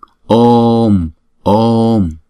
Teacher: Đọc chữ ô kéo dài hai nhịp trước rồi chúng ta mới đóng chữ ô lại, bởi vì chữ ô là diphthong, chúng ta lúc nào cũng phải đọc hai nhịp.